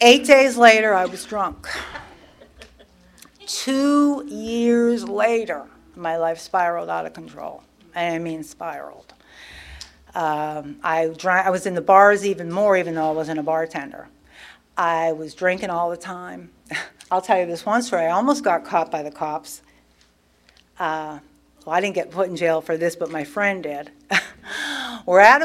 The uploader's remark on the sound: tells her story at the 34th Freedom From Bondage Conference in Aberdeen NC in 2023.